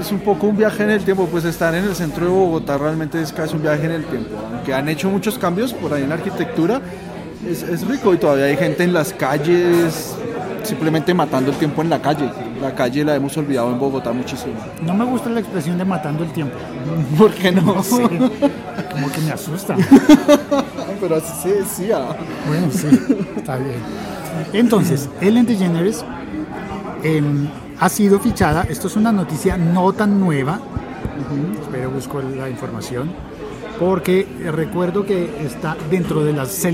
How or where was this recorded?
busy venue